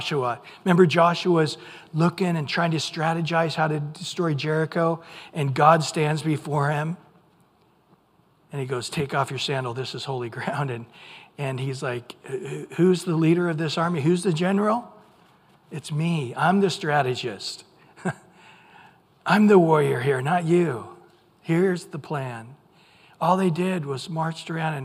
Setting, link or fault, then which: setting, large echoing room